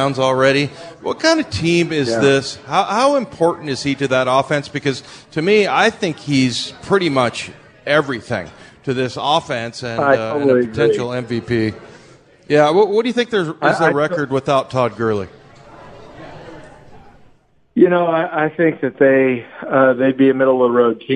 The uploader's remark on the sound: sit down live at Pearl Bar and Dining